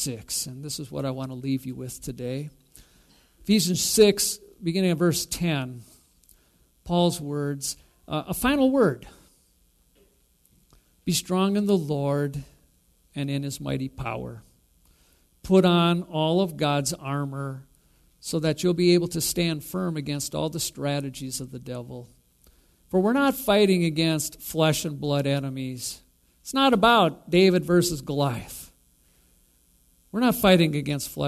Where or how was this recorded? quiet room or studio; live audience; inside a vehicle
live audience